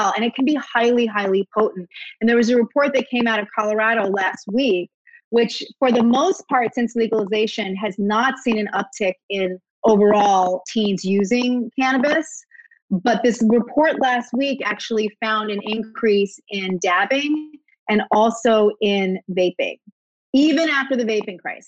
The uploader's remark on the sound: did a live virtual event with The Strand Bookstore